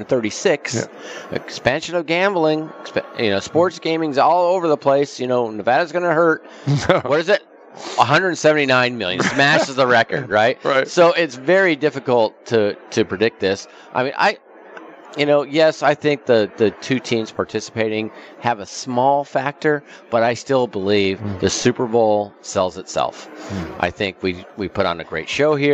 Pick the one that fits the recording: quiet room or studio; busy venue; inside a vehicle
busy venue